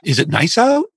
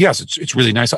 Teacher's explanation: The person says, yes, it's really nice out. And they deliberately answer in a voice that does not go up, but down · Shown in: second take